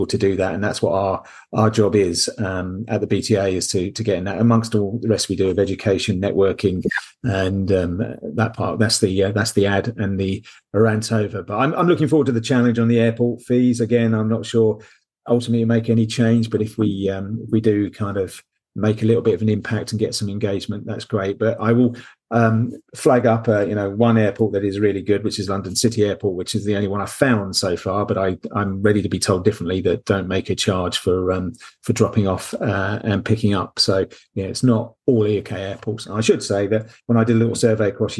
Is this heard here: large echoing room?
no